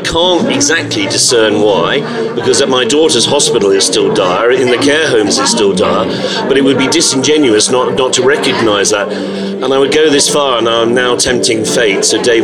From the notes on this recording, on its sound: In a special recording of the Lock In podcast, live at the Estrella Damm Top 50 Gastropubs event recently.